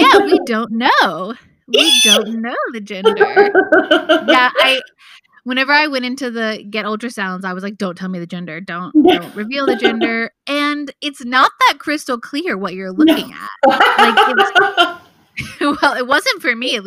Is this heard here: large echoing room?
no